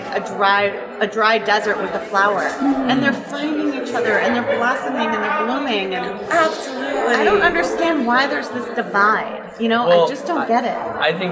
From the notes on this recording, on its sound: Live From EsportsNext. At the Esports Next Conference.